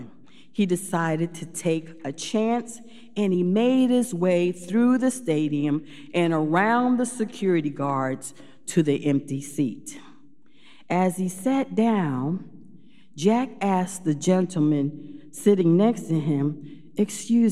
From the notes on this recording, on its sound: Recorded live at Beatitudes Church in Phoenix, AZ